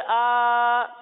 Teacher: एक अलिफ के बराबर खींच कर पढ़ेंगे · Term: खड़ा जबर